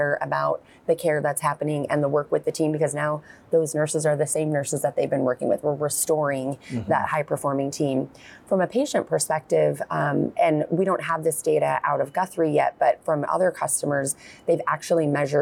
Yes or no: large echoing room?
no